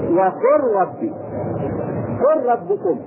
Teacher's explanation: دمجنا اللام الساكنة بالراء فصارت راء مشددة بدون غنة · Term: إدغام المتقارب